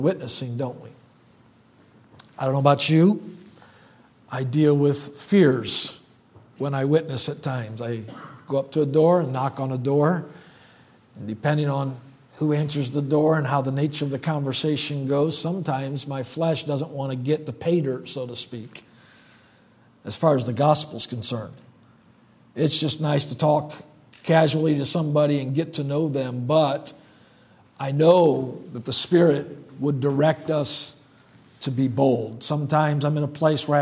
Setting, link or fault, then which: setting, large echoing room